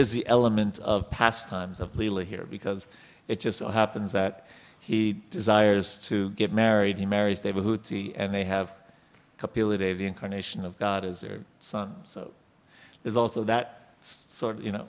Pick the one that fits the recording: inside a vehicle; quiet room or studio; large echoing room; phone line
large echoing room